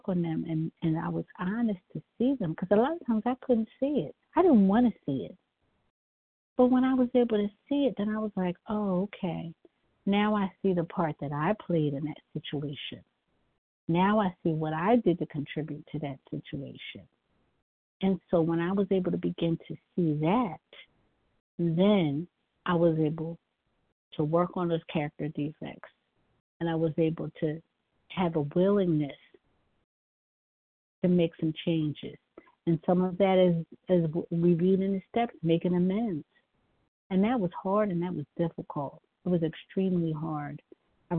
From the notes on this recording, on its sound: 100 Pounders Phone Meeting, 6/19/23.